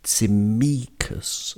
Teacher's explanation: there's a stress on the middle syllable